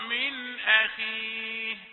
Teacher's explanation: نون ساكنة وبعدها همزة، يبقى إظهار على طول مفيش غنة